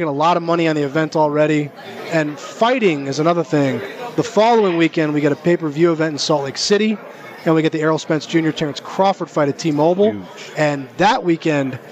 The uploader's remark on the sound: Live from the Super Book at the Westgate Las Vegas